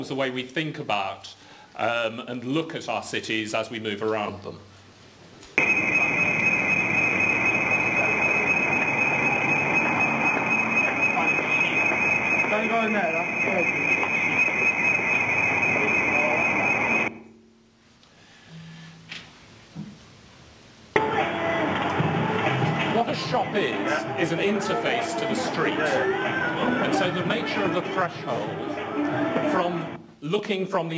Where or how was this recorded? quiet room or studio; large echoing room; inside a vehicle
large echoing room